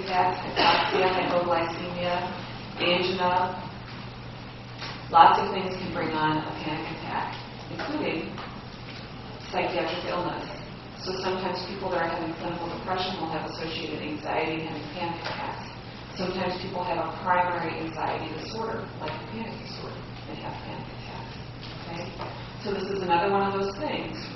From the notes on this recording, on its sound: Medical Student Lecture. Sorry about the poor audio quality.